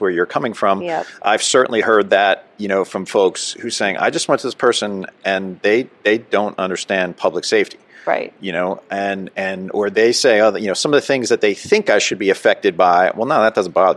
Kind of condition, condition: setting, busy venue